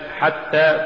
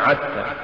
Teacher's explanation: ونخلص مما سبق بأنه لولا همس الحاء لصارت عينا · Shown in: first take